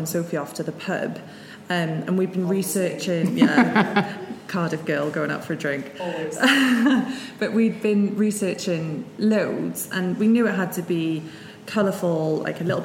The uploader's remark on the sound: This episode of the show was recorded live at the Birchbox x Oliver Bonas Co-Working space in London.